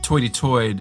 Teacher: New York upper-class English even had the sort of rounded vowel that was made famous in a caricature when people say toity-toid for 33rd.